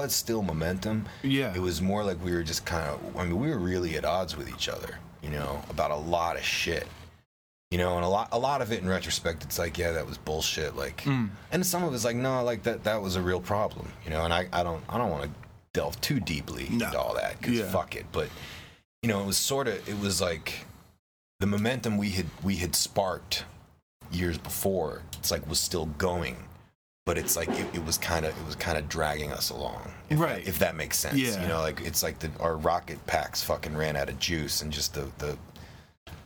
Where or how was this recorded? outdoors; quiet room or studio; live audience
outdoors